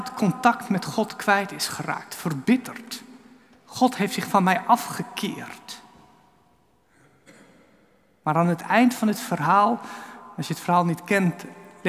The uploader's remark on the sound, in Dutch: Opgenomen in de Noorderkerk te Amsterdam.